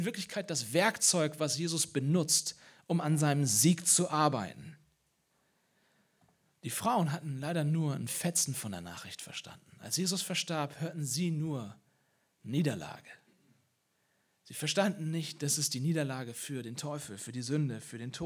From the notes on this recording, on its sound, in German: Osterpredigt aus dem Leipzigprojekt